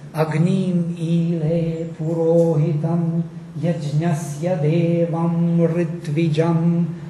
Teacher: So the poetry is one tone, there is no music anymore.